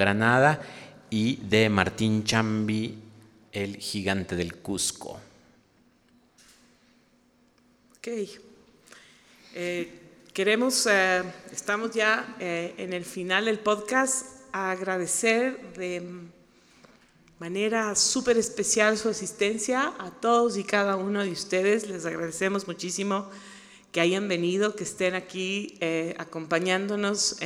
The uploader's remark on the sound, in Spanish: Este episodio especial fue grabado en vivo